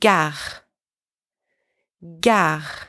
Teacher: add a little friction. As if you're about to gargle, but softer. · Term: French R